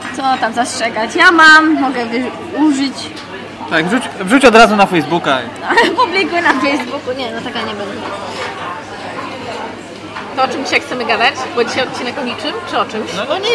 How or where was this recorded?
busy venue